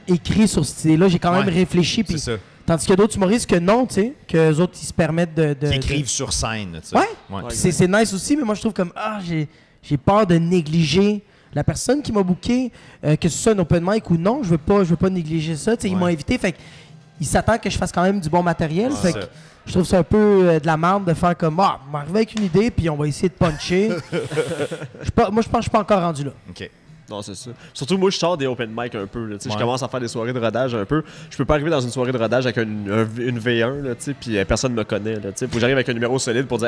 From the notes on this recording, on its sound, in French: Artistes de la région sont invités à des discussions en direct du Minotaure.